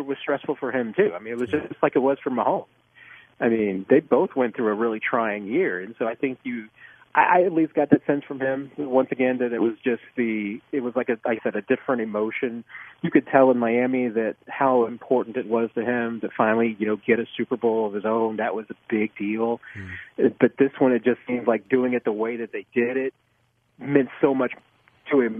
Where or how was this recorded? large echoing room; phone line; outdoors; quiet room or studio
phone line